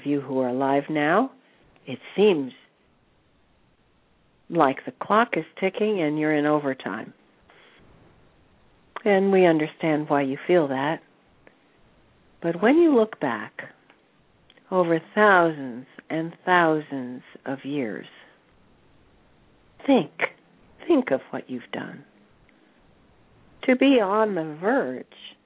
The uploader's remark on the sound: personal responses to callers during the special call-in segment